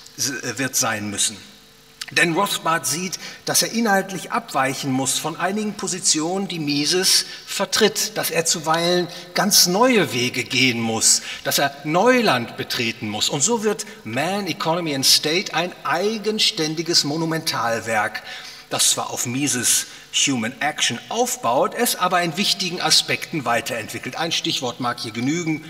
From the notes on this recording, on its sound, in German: aufgenommen auf dem Ludwig von Mises Seminar 2020